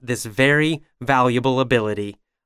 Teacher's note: I vibrate my lips and throat when saying B and V sounds.